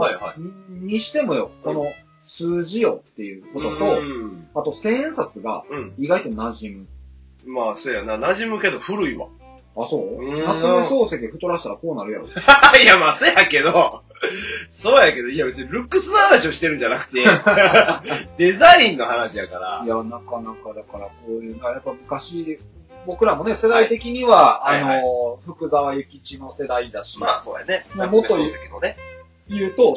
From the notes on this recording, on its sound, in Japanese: 平成最後の更新に限ってとても音声悪いですが、よろしく